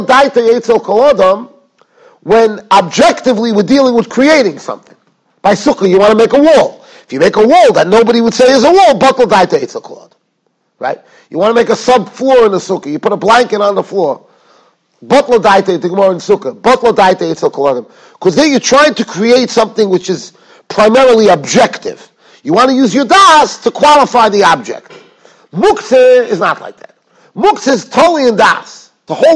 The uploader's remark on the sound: Shiur recorded in Yeshivas Ohr Reuven, Monsey, NY.